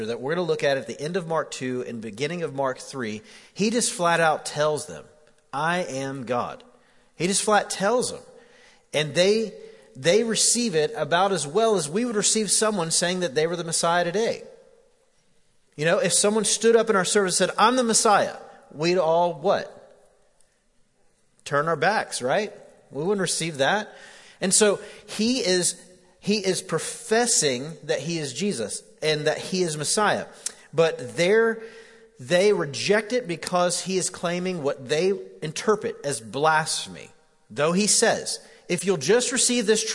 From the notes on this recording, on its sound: Recorded live at The Fellowship at Mt Juliet on April 28, 2019.